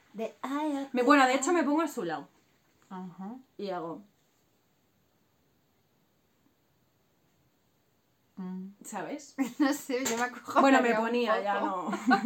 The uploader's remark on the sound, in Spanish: Vídeo grabado con móvil y editado en el teléfono con YouCut.